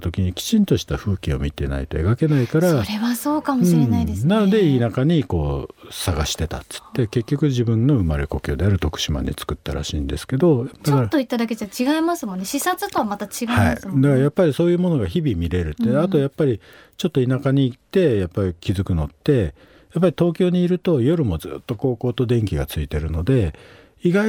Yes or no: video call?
no